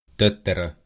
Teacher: Das hört sich für uns ein bisschen so an, als wäre im Wort eine kurze Pause. · Term: langen Konsonanten